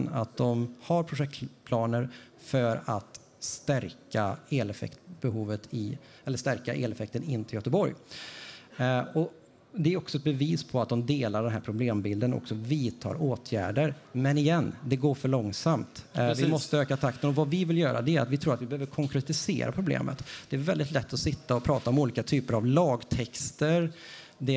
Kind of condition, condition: setting, live audience